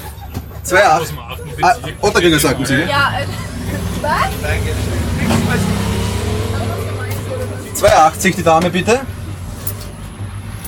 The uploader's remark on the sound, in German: Live vom Würstelstand „Zum scharfen René“. Den Würstelstand am Schwarzenbergplatz im ersten Bezirk in Wien.